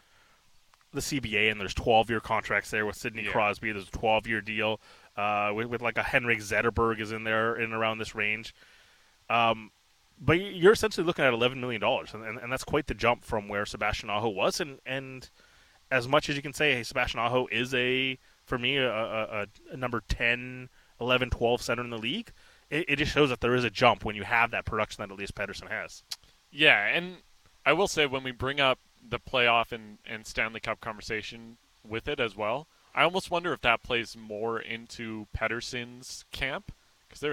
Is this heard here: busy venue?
yes